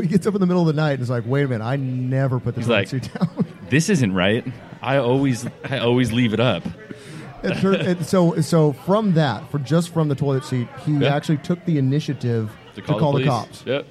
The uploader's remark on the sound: Recorded live at Brendan's Irish Pub.